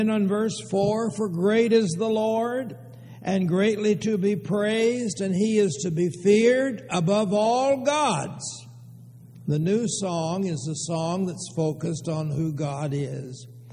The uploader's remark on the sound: Downtown Church Of Christ Audio Sermon